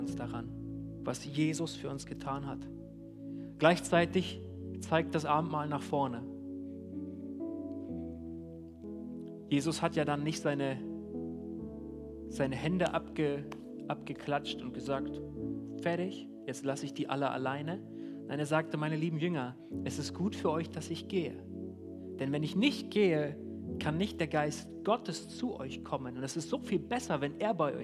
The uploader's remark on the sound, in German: Die zur Verfügung stehenden Predigten wurden im Gottesdienst der Ecclesia Kirche Göttingen gehalten